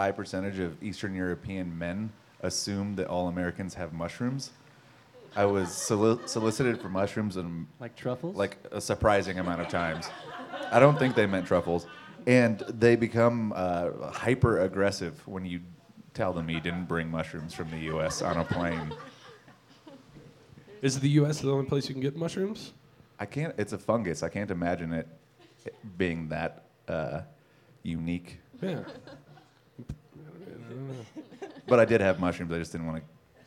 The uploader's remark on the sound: Recorded in front of a "studio" audience at Mutiny Information Cafe in Denver! Features an intimate acoustic set.